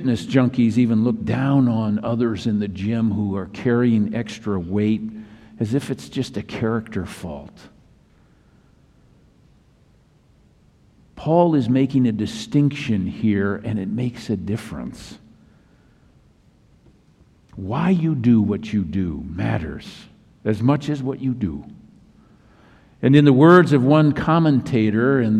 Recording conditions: large echoing room